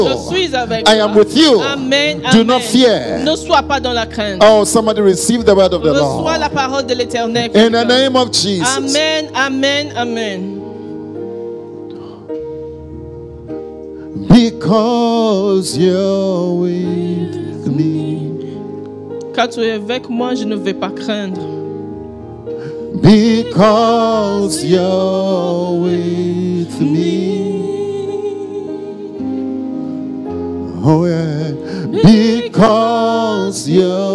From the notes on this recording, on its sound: Preached during Joyful Hour Sunday Service